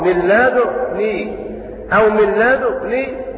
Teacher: قرأ شعبة بإشمام الدال، والوجه الثاني لشعبة أن الروم في الضمة في ضمة الدال من لدني، فيقرأ هكذا قد بلغت من لدني عذرا من لدني أو من لدني، ويضم الشفتين إشارة إلى الإشمام